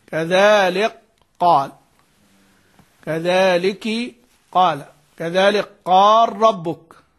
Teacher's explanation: ما كان أول الحرفين فيه محركا، يعني الحرف الأول محرك مش ساكن ويسكن للإدغام. قالوا إن هو كبير لأن العمل فيه كثير، يعني زدت العمل، سكنت الحرف، هو أصلا متحرك، سكنته ثم أدغمته في الثاني. · Term: الادغام الكبير